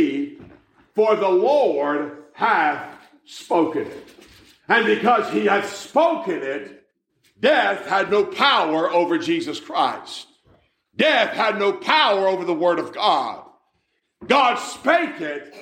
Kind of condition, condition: setting, large echoing room